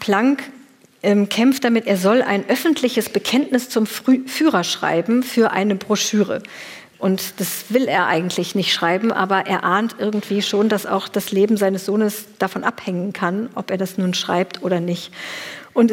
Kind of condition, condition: setting, live audience